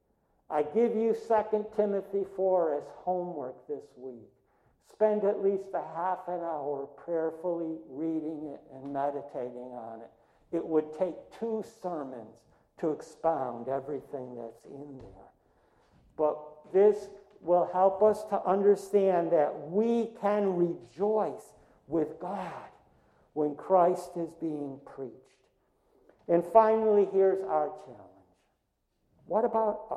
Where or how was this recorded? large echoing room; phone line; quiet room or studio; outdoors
large echoing room